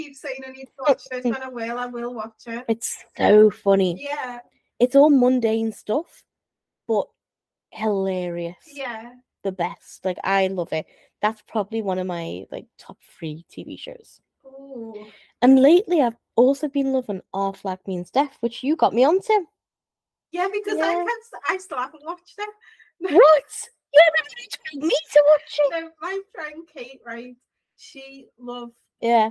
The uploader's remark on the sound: There was an issue with one of our mics during the record of this episode which resulted in less-than-ideal audio. Apologies for the subpar audio in these few episodes, we promise we have since fixed it.